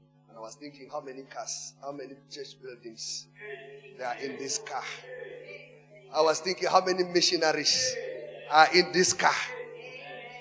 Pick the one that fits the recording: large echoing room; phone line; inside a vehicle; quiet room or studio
large echoing room